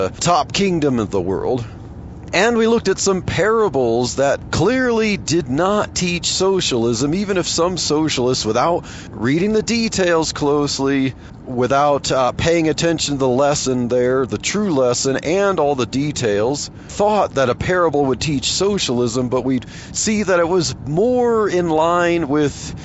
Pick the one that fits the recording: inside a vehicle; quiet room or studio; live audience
inside a vehicle